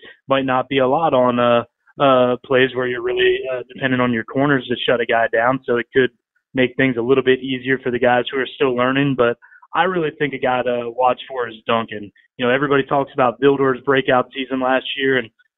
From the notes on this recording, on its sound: joined over the phone